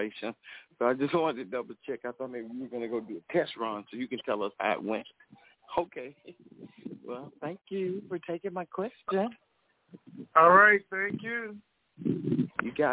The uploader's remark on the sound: TNTSuperfantastic Conference Call